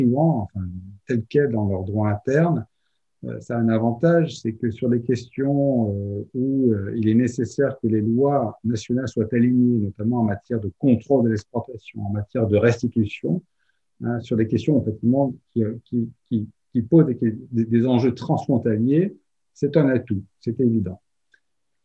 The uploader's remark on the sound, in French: Enregistré sur Zoom le 12 avril 2021 dans le cadre du sémainaire "Patrimoine africain".